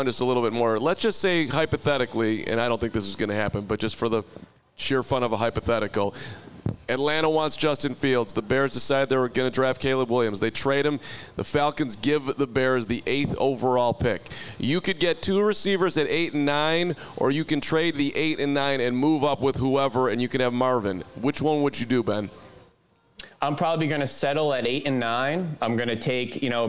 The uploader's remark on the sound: the CHGO Bears Podcast LIVE as they broadcast from Midtown Athletic Club in Bannockburn!